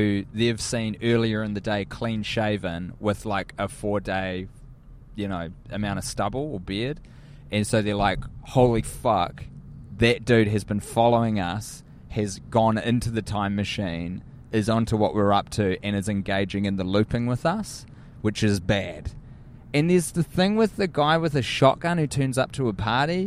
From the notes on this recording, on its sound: Recording in a car on their way to LAX at the end of their USA tour.